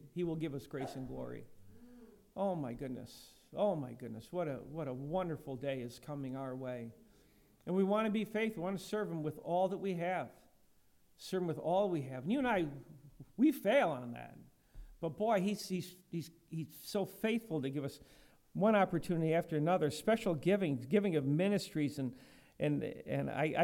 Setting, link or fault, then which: setting, large echoing room